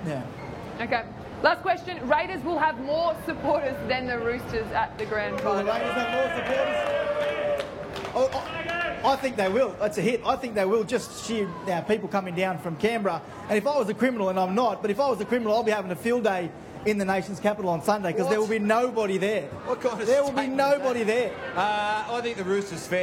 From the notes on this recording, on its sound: Grand final special live from Fan Fest. Inside The NRL is live at Fan Fest in Martin Place.